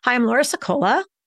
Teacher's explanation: we often tend to ask our names as if it were a question · Term: rising tone